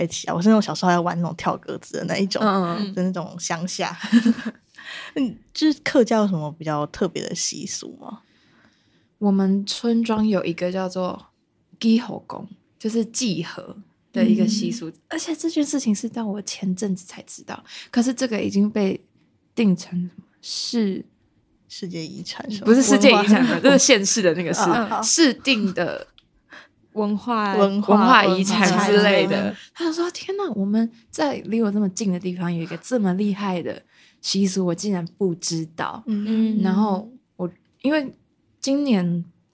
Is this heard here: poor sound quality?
no